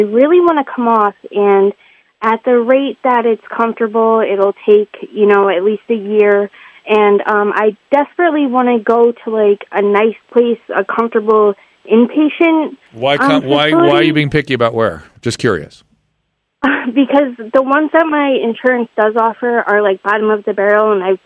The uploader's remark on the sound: Opens up the phone lines this week and takes your listener phone calls.